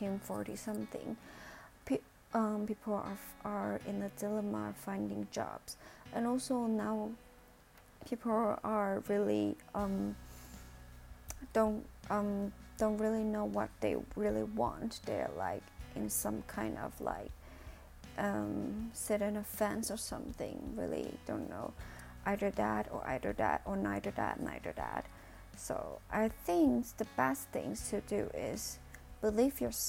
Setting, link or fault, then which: fault, uneven or low level